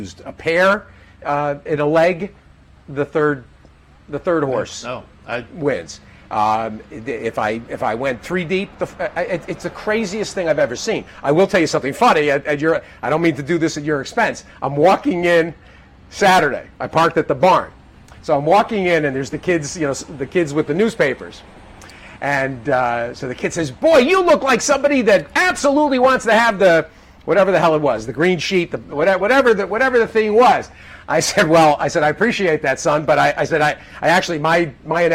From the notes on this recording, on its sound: Live from Saratoga Race Course